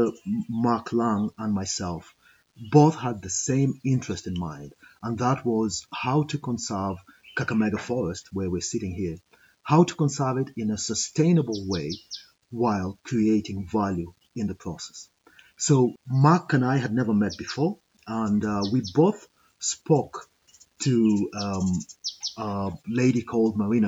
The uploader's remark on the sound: Live recording from Kakamega's rainforest!